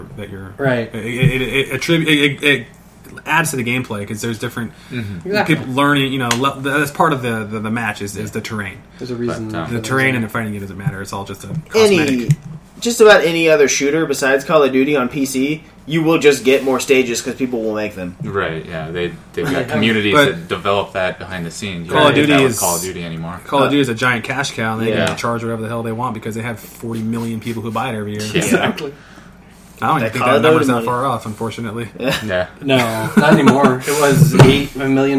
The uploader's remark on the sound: Better audio quality and hopefully no audio corruption. We did experience some serious audio corruption in this cast yet again, and beg your forgiveness for any that slipped through.